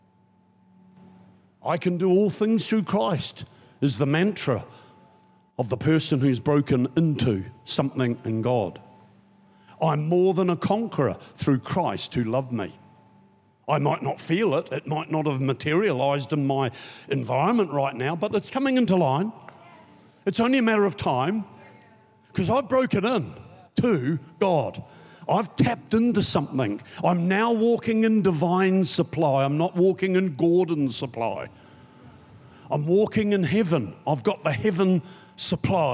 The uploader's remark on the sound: Recorded during our 5pm service on Sunday, the 25th of June 2023.